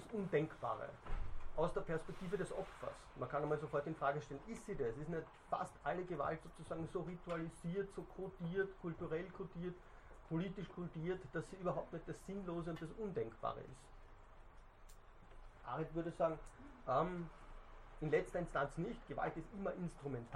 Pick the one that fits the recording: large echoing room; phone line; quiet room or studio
large echoing room